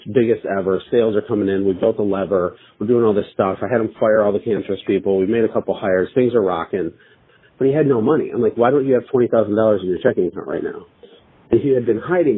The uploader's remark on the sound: Live Coaching Call With A Growing Business